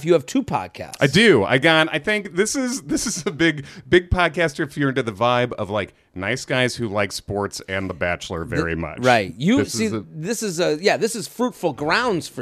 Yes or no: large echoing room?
no